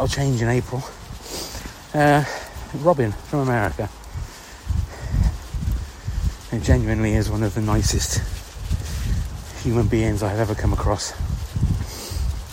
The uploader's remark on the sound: Just another little ramble on my pre work walk giving thanks x. Here’s another little Grizzly chat while I’m out walking little Freddy, my dog.